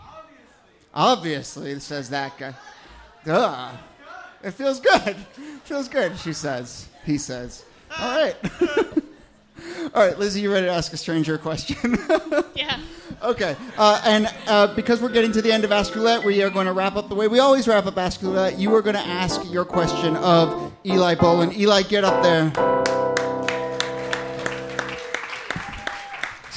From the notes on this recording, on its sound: This excerpt is from our March regular show at Housing Works Bookstore.